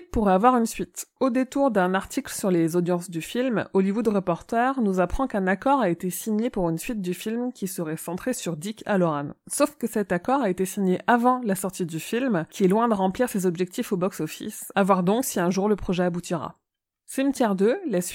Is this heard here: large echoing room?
no